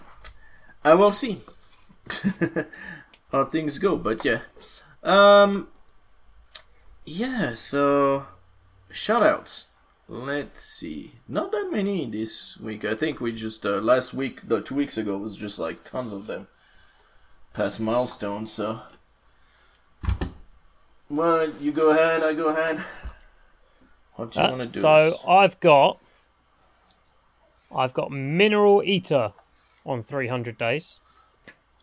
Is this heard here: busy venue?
no